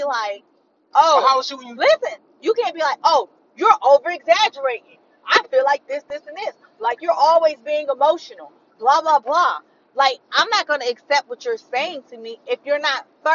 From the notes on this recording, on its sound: My bad for the audio we was driving in the backwoods so it’s a lil muffled…